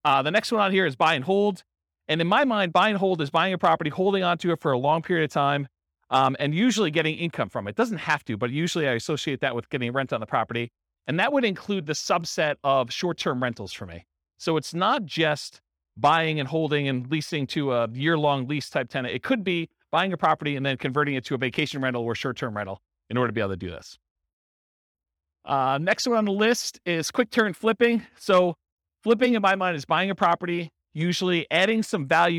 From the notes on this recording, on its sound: This was a live class recorded.